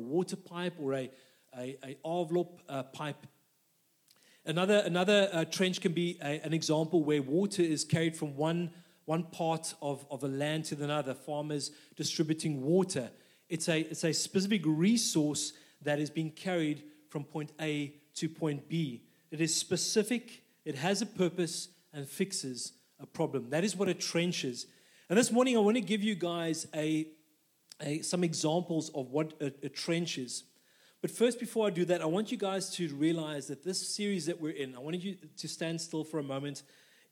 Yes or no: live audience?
yes